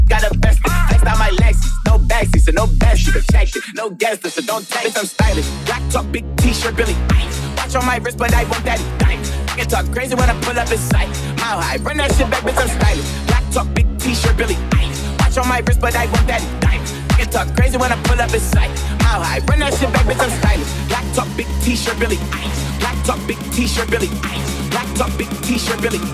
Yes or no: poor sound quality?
no